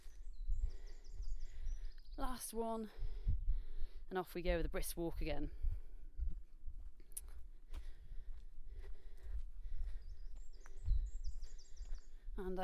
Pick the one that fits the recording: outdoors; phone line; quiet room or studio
outdoors